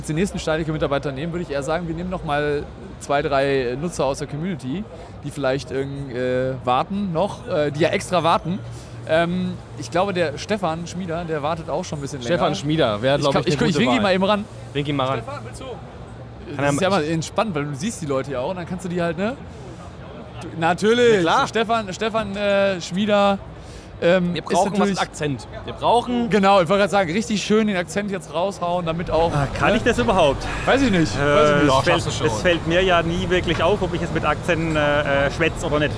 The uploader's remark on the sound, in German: Videopodcast mit der stage223 Community live von der Prolight + Sound 2022. Wir haben die stage223 Community während der Prolight + Sound Messe zu einem Podcastinterview am Steinigke Stand eingeladen.